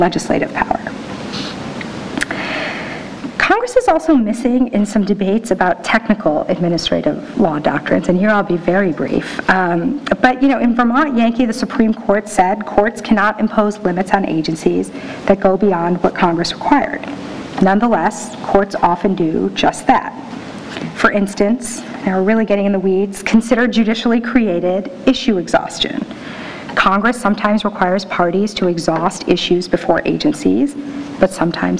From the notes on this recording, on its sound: NYU Rule of Law Symposium Keynote Address.